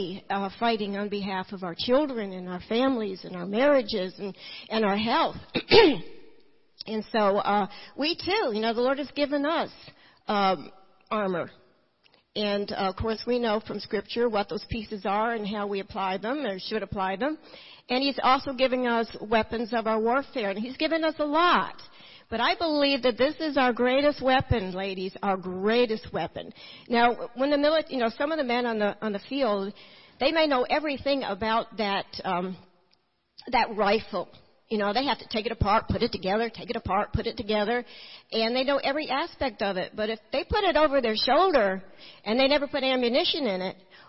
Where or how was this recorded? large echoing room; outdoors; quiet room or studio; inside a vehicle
large echoing room